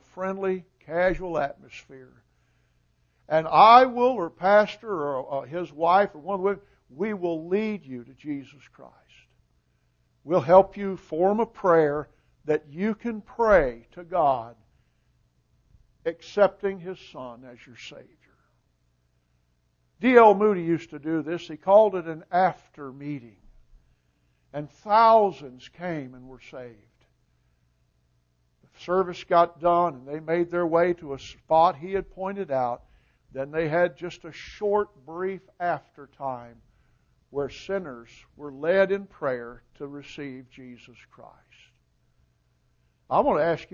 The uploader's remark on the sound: Recording of the sermon